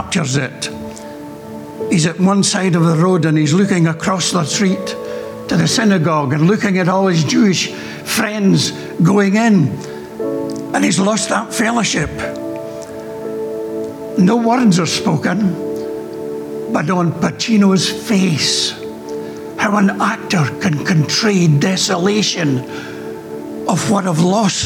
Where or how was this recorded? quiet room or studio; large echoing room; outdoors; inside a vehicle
large echoing room